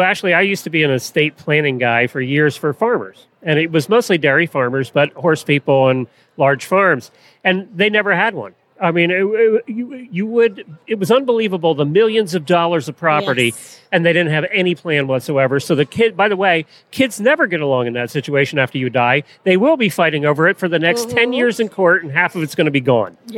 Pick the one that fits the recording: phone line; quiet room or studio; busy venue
busy venue